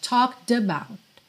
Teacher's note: Aqui também o D do talked juntou no about